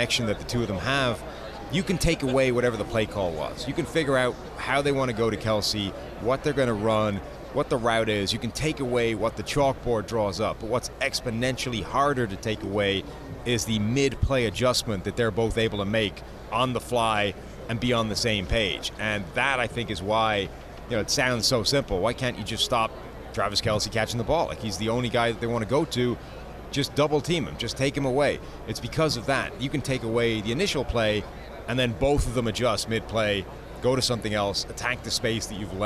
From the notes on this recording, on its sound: Extra Point live from Super Bowl Radio Row.